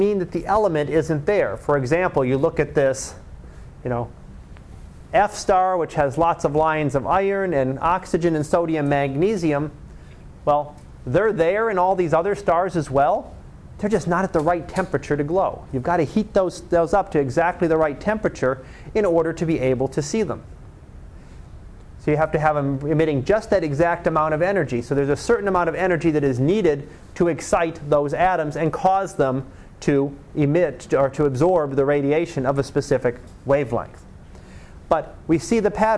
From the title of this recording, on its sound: Live Class Lecture